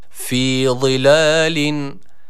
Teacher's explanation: Burada öncelikle birinci harf zı. Kalın ve peltek olan zı harfi var. İ arası bir sesle bu harfi inşallah okuyalım.